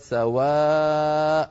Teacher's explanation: لأنه حرف مد بعده همزة في الكلمة نفسها، لكن لما قلنا هذا هو أصله في الوصل سواء، فتنوين النصب حذفناه وعوضنا عنه بألف، لذلك اسمه مد عوض بمقدار حركتين